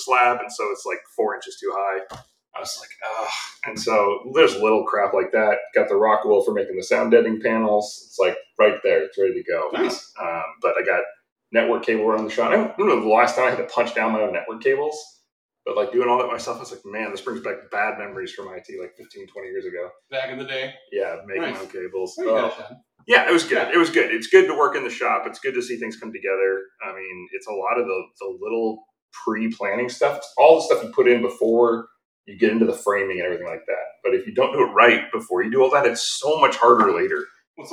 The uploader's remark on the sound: We had some serious audio issues with Riverside, our online podcasting host.